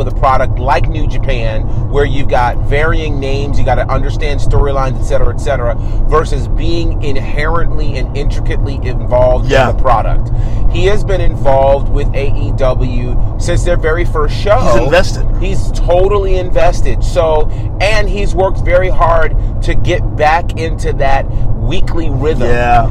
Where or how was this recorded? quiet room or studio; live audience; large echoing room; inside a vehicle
inside a vehicle